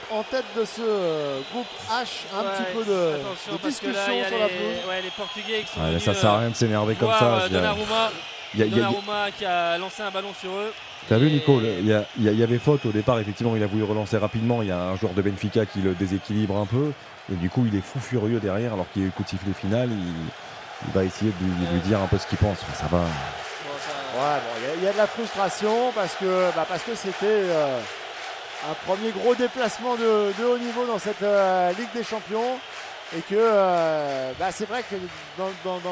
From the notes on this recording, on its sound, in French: en direct de l'Estadio da Luz